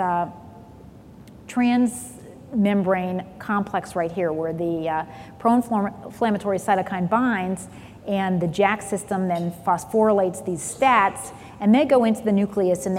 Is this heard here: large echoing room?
yes